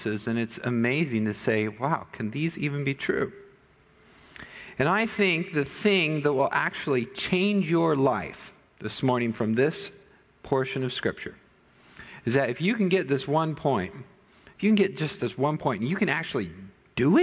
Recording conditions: large echoing room